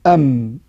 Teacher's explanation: حرف النون وحرف الميم لهما نصفان، حرف الميم نصف من الشفتين ونصف من الخيشوم · Term: الغنة